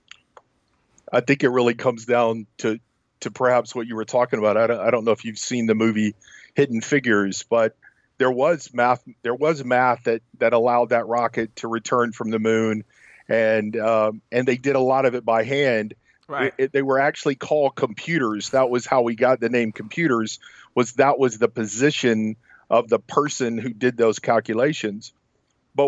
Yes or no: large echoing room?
no